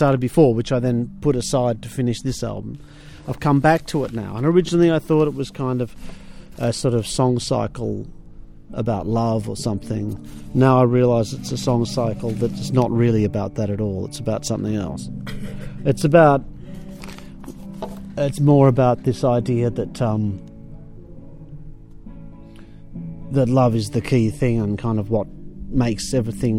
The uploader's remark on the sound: Live interview or Conversation under the Stars at The Hacienda in Nimes France October 2012. Sat down at a table under a tree and I recorded our very relaxed conversation.